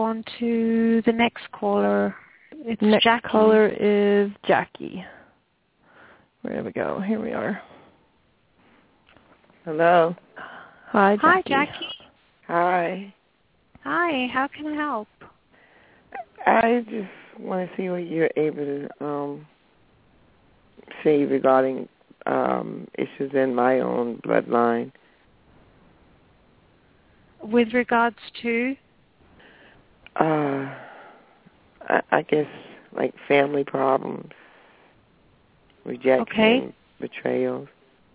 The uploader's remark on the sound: Takes your calls for healing live today!